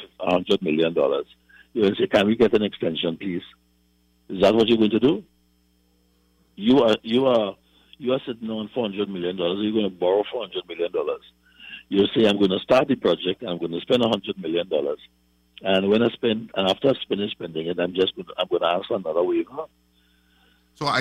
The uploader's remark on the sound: During this hour we take calls from our audience